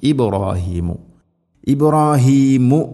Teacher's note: ഇബ്രാ ബാഇനെ ഖൽഖല ചെയ്യണം, അത് ശരിക്കും കേൾക്കണം. ഇബ്രാഹീമു ഇബ്രാഹീമു മീമിന് ദമ്മാണ്, ഇബ്രാഹീമൽ ഖവാഇദ് എന്ന് പറയരുത്.